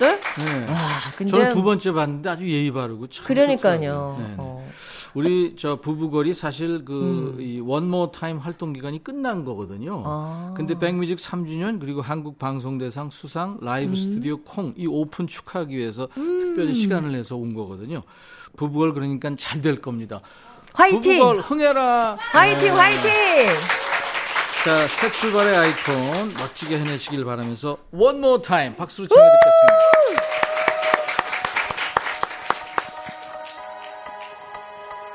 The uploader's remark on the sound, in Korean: 3주년 특집 공개방송